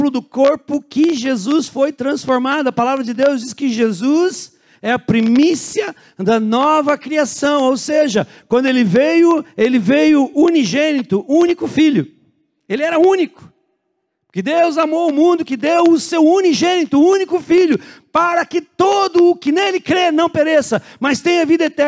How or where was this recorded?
large echoing room